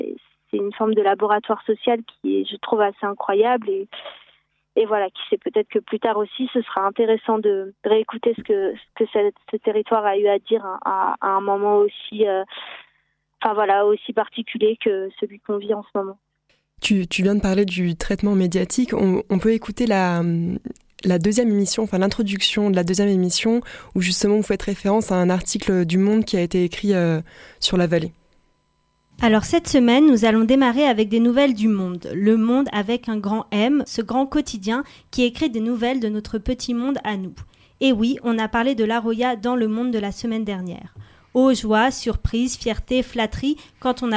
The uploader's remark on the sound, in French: Par téléphone, on discute avec. Est venu dans nos studos.